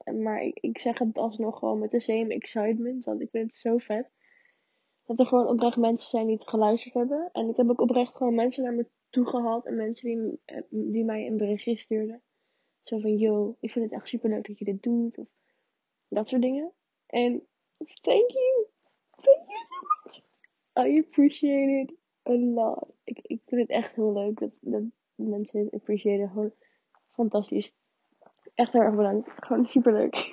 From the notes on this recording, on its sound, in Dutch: Deze podcast heeft for some reason echt hele slechte geluidskwaliteit. Ik kreeg het niet gefixt.